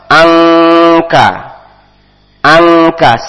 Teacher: nun mati ketemu kaf, hukumnya ikhfa, samar-samar. Angka, angka, siap mengucapkan huruf setelahnya, huruf kaf.